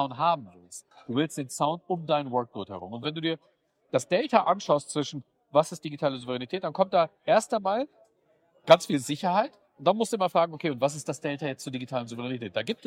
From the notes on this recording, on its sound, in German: Live und in Farbe aus der Peppermill in Las Vegas, Nevada. Geeks On Air Episode 4 erreicht Euch als Live-Produktion aus dem berühmten in Neonlicht-getränkten Diner auf dem Las Vegas Strip. Für Atmosphäre sorgt in dem Fall das Hintergrundrausch des regsamen Betriebs in dem 24 Stunden Diner.